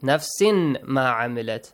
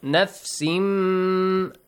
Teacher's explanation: Nasal sound. A ghunna sound, and also two counts, two beats. · Shown in: second take